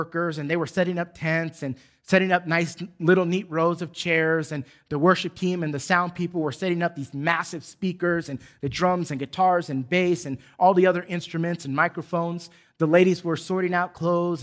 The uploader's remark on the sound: Recorded from South Gate Fellowship in Duncanville, TX on Sunday, August 8, 2021.